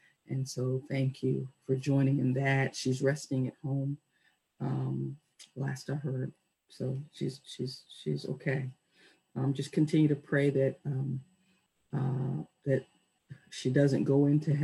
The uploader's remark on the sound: Our zoom streamed service